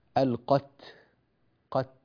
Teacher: في قوله تبارك وتعالى والفتنة أشد من القتل، هنا عندما وقفنا على كلمة القتل اجتمع عندنا ساكنان، الساكن الأول هو هذه التاء، والساكن الثاني هو هذه اللام التي وقفنا عليها، هذه اللام التي وقفنا عليها. المطلوب أن نأتي في هذه التاء التاء بالهمس، القت قت، ولا نقول مثلا القتل، بعض الناس لا يأتي بالهمس قتل، ينتقل من تاء إلى لام مباشرة دون أن يأتي بالهمس في هذه التاء.